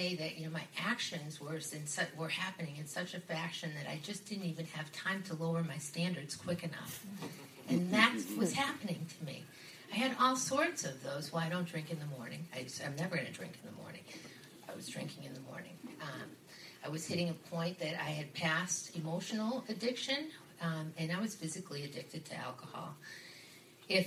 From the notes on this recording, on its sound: A very close friend of The Bubble Hour was asked to share her story at a 12-Step recovery meeting so we asked her to record it.